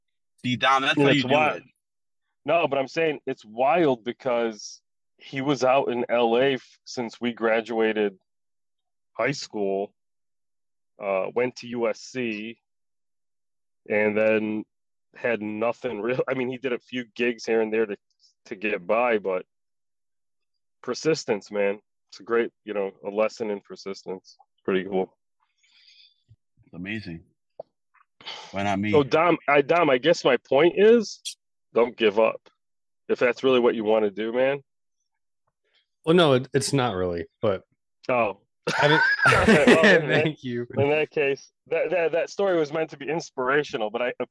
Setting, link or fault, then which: setting, inside a vehicle